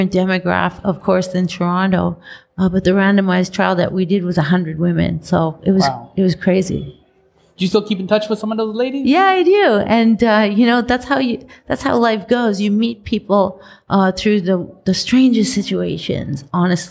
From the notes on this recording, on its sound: Recorded: Thursday, August 22, 2019 at 6:30 pm (EST) at Streaming at CF (Toronto Eaton Centre)